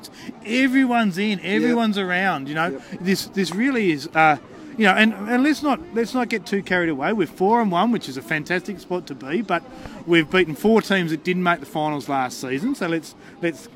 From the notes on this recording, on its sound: on location at Canberra Stadium for The Greenhouse Live